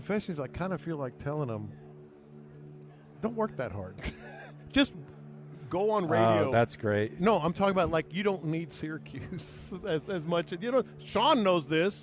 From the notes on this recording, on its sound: Live At Radio Row in Las Vegas